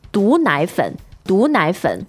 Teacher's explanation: 毒 second tone meaning poison or poisonous